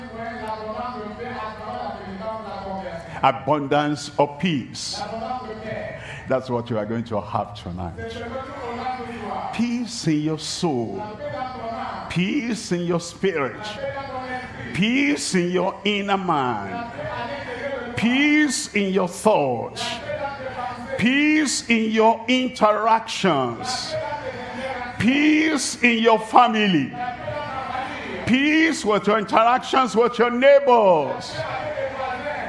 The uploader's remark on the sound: live from Douala, Cameroon.